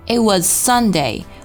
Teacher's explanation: was 是一个浊辅音 z 结尾的， Sunday 是以 z 对应的这个清辅音 s 开头的，所以说如果、一个单词是以、辅音结尾，然后下一个单词呢是以相似辅音开头的话，那么这个辅音呢我们只读一次